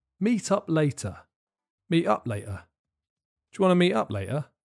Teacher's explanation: This is quite an informal question, so it would probably be quite contracted, and there's a good chance that the T at the end of meet and in the middle of later would be replaced by glottal stops, a uh, glottal stop is a complicated way of saying that the word stops quickly.